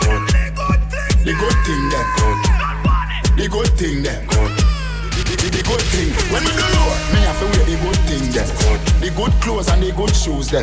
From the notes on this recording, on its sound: Live audio recording of my session at Island Saturdays on March 5th, 2022.